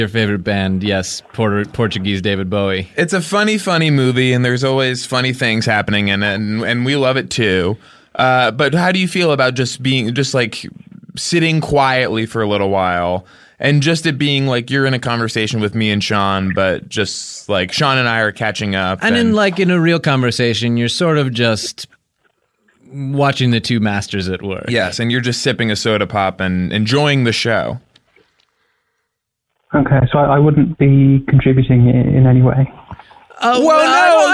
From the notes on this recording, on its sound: Call-in episode. Listeners call.